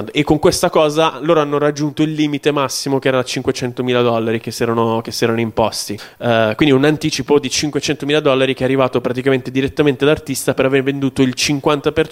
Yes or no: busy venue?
yes